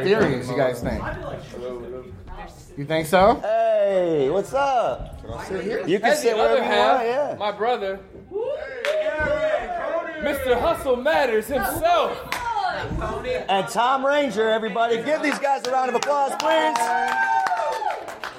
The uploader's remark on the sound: Power Rangers Movie Panel Live from 2017 Lexington Comic Con.